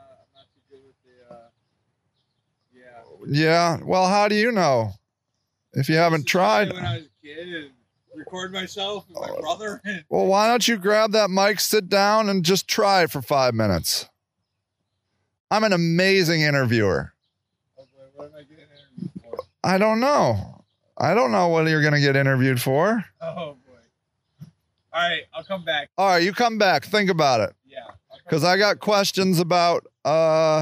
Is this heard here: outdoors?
yes